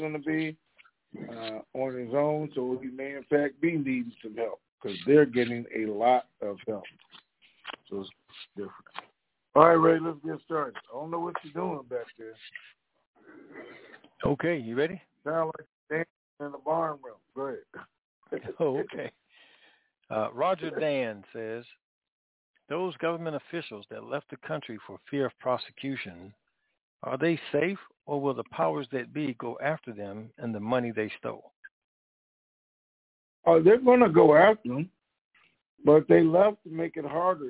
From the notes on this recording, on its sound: TNTSuperfantastic Conference Call.